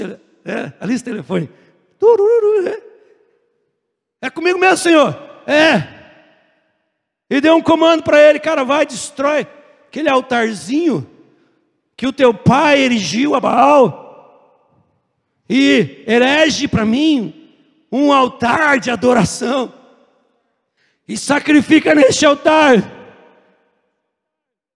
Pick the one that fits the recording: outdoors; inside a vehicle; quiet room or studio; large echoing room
large echoing room